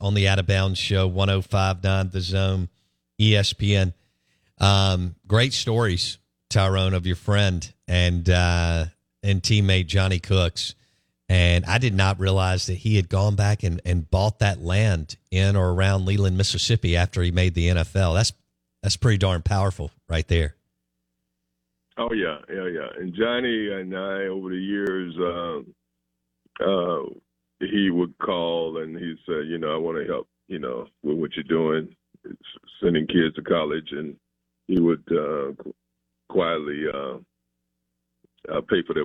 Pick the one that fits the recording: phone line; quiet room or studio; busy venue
phone line